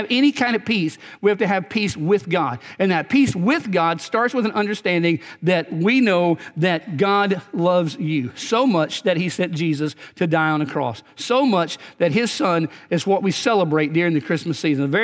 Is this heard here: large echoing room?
yes